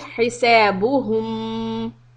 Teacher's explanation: So we have a dhamma on ha and then a meem with a sukoon. The lips should be rounded. But when you get to the meem position, then flatten your lips back.